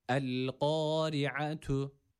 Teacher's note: Buradaki esreli olan ra ince okunması gerekiyor. Yani i sesini vermemiz gerekiyor buradaki ra'ya. Ra harfi esreli olduğu zaman ince okunur demiştik.